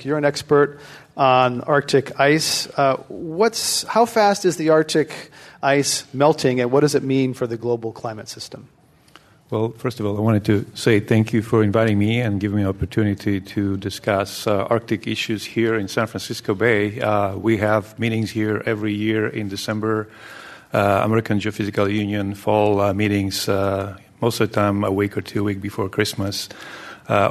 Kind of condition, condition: setting, live audience